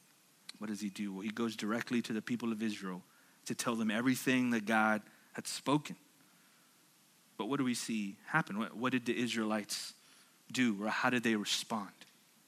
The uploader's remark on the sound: at Sojourn Galleria Church on Sunday, July 14, 2019